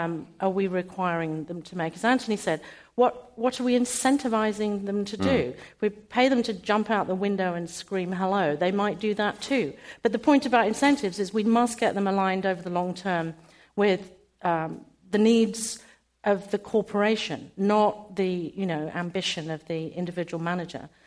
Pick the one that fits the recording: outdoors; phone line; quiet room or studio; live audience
live audience